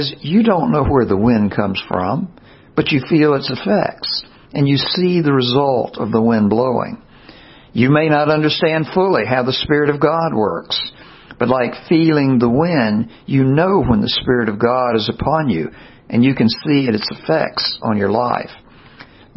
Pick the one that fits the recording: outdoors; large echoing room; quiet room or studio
large echoing room